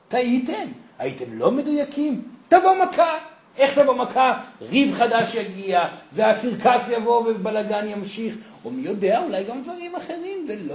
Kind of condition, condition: setting, live audience